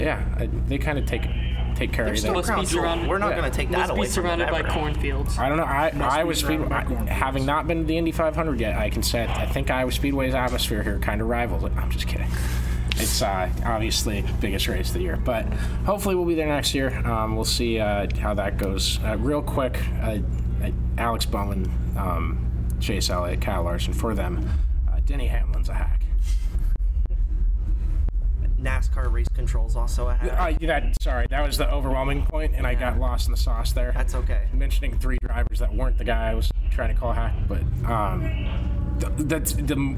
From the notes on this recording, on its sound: Bare with us on the audio